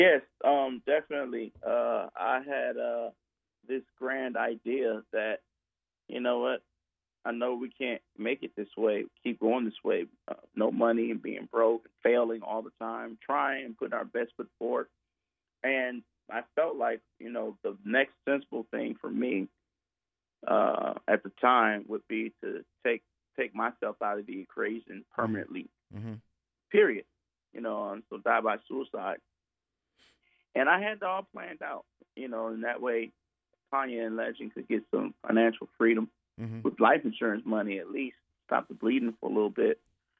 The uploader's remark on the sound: Gets on the phone.